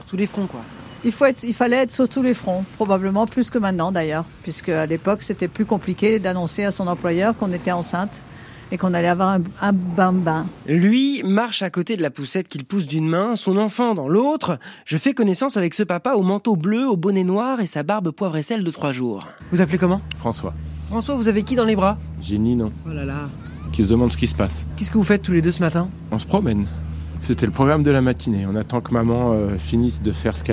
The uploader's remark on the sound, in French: On discute dans la rue pour ZoomZoomZen.